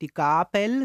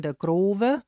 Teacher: dass ein inlautendes B als W gesprochen wird · Shown in: second take · Also man sagt zum Beispiel nicht die Gabel, sondern die Govel.